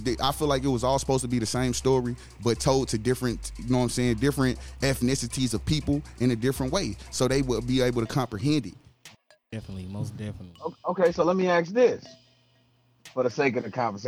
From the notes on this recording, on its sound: we had a caller call